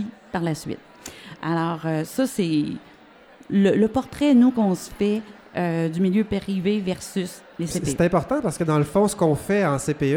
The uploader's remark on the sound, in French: enregistré lors du dernier congrès des cadres en CPE à St-Hyacinthe